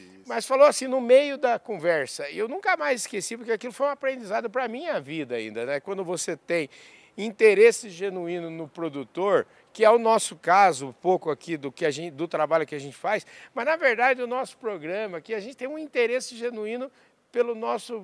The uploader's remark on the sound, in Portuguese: Prosa exclusiva gravada no Centro de Pesquisas e Inovação em Gases de Efeito Estufa, durante o “Energy Transition“, evento que aconteceu em São Paulo, com o prestígio da presença da prateleira de cima do setor.